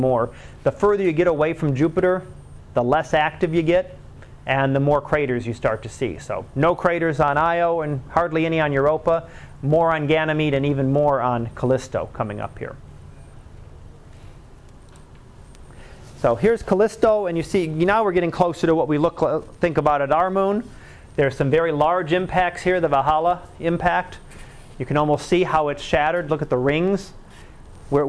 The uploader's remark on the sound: Live Class Lecture.